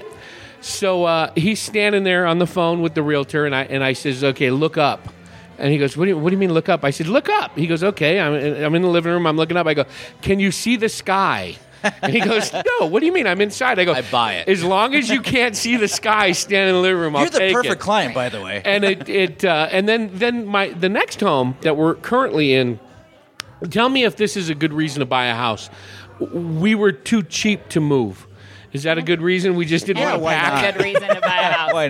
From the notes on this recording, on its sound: Recorded at The Back Alley Wine Bar on…behind Prescott’s Whiskey Row. Recorded at The Back Alley Wine Bar on…behind Prescott’s Whiskey Row.